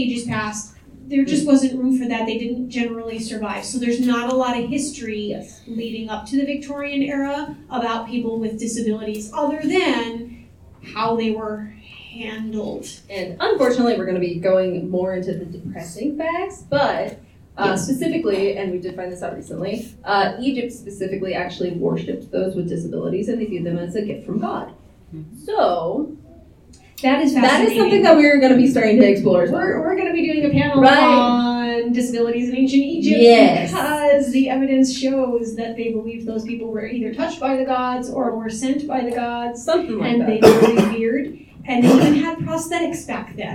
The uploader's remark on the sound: Tucson Comic Con 2023. Recorded live at Tucson Comic-Con on Friday night.